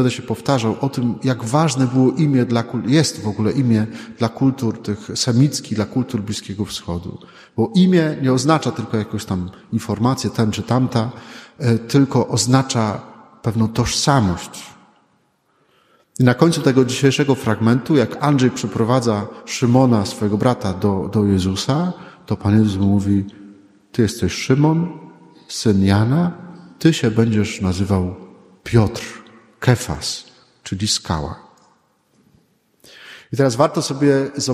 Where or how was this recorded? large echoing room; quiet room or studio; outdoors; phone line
large echoing room